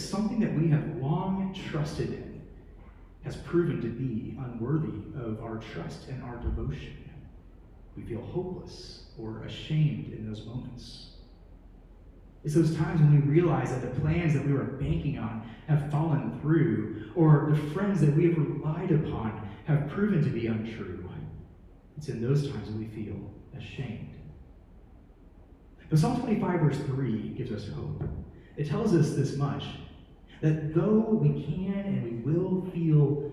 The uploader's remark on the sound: Preached at New Hope Community Church, EPC (Lynchburg, VA)